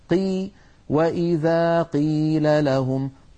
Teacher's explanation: قاف مكسورة سهلة لا شيء فيها من المبالغة ولا شيء من إنقاص الحق